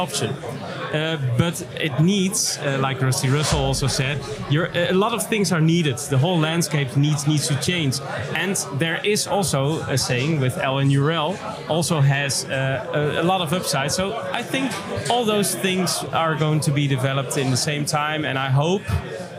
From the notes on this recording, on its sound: United Kingdom & The Netherlands. Interview live from Bitcoin Amsterdam Conference 2022.